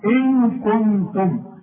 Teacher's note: اوعى تنسى الغنة، هنخفي ونغن. اخفي الحرف، اوعى تقول لي ان كنتم وتستعمل لسانك، ما تستعملوش ان كنتم.